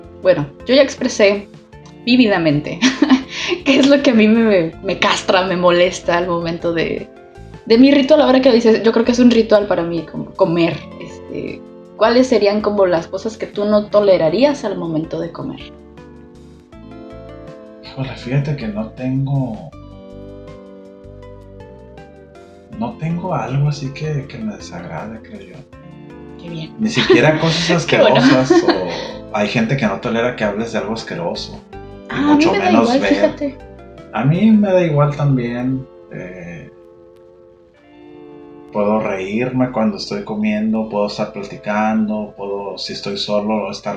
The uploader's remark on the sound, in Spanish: Lamentamos el ruido de fondo.